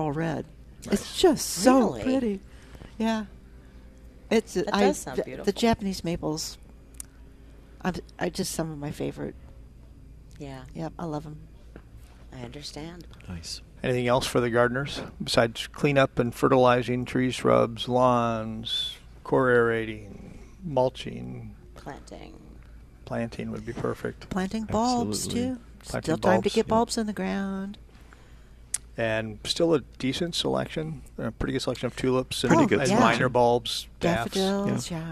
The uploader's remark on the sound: Live at Prairie Gardens 10-21-21